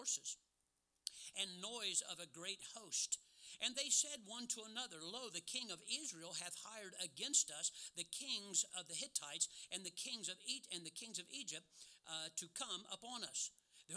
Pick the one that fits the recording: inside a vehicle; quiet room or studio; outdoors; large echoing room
large echoing room